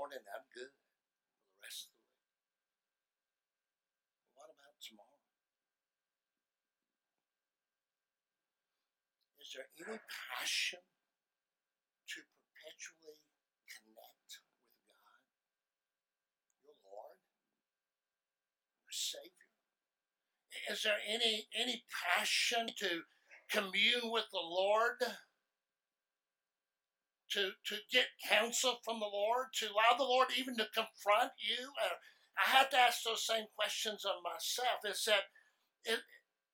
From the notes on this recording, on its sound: Sermon audio from first service November 17, 2019.